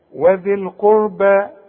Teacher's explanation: اذا وصلنا وذي القربى يبقى عندي ذال بس، اذا سمعتني يبقى من غير الياء